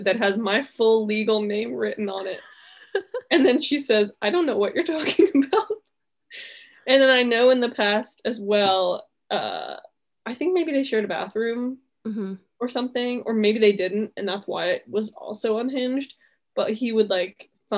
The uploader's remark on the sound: Let's celebrate it being the last Zoom episode